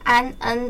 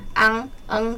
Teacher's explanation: 安，恩的发音部位会比较前面，在齿龈的位置，而昂，恩的发音位置比较后面，在软腭的位置 · Term: 鼻韵母